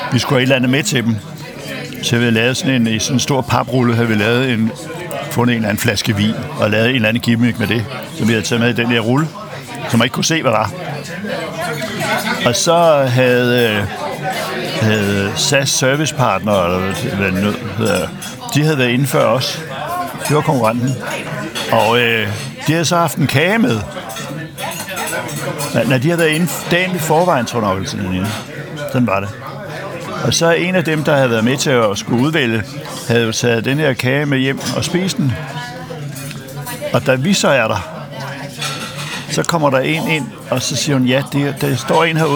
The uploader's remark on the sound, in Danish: Optaget på Nimb Brasserie, Tivoli, København.